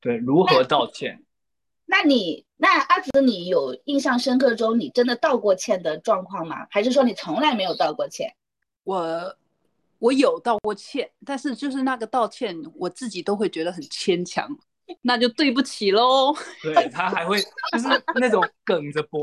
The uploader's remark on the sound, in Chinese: 本期节目是我们第一次尝试远程录制，录音质量稍差